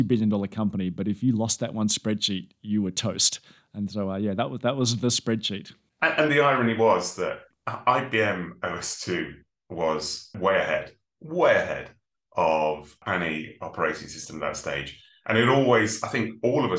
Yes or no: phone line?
no